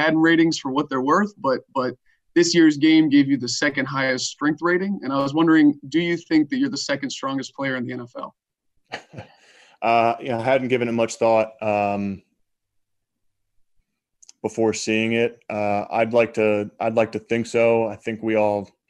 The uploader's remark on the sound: Zoom Press Conference